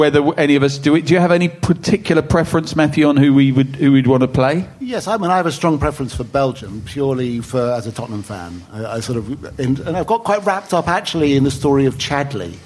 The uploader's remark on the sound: we bring this special episode LIVE from the Albany on London's Great Portland Street!